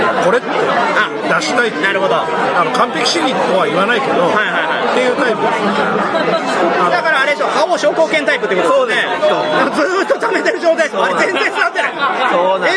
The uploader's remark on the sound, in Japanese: 店内収録のため、騒音雑音が激しく入っております。